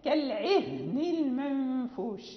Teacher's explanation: مثلا كالعهن المنفوش، يعني فيها شيء من يعني من تبذل جهدا لكي تخرج هذه الهاء من أقصى الحلق، نعم من مخرجها البعيد، فلا بد يعني من الحرص على بيانها.